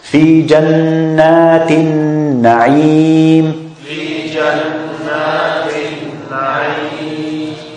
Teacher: So you feel the vibration in your nose when you pronounce the gunna, when you pronounce the noon al-mushaddada. The noon al-mushaddada has a strong gunna.